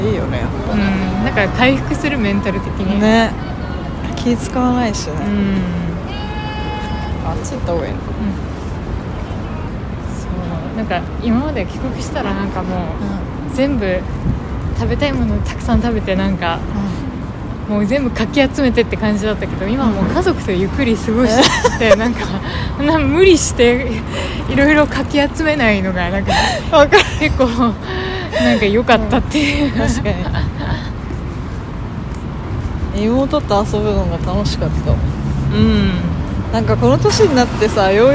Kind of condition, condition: setting, outdoors